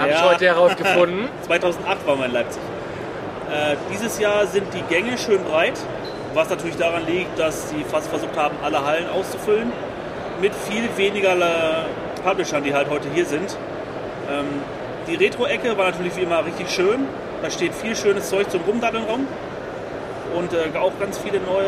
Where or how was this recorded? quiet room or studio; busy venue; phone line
busy venue